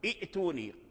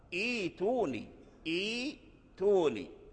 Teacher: الهمزة الساكنة أبدلت حرف ياء فصارت هذه الياء حرف مد · Shown in: second take · حرف مد قبلها همزة أي همزة الوصل.